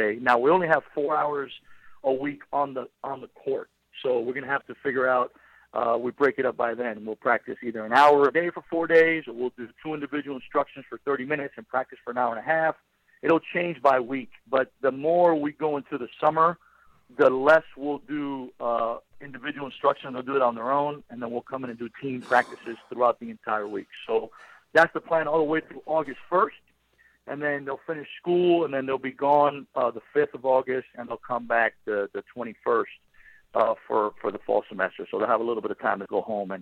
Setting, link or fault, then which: link, phone line